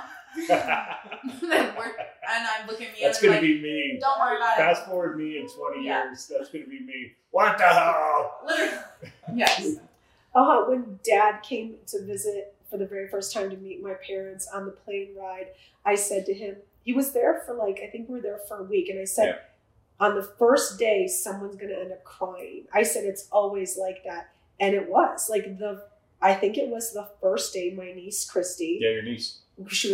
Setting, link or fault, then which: fault, poor microphone